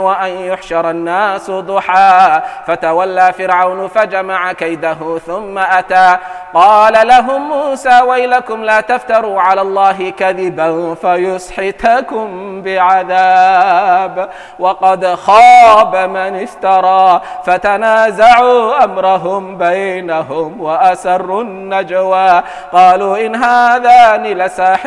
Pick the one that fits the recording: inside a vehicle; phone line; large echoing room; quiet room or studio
large echoing room